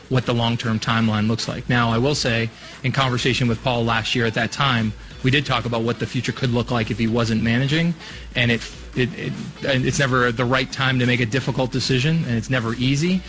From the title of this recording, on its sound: Scenes from the press conference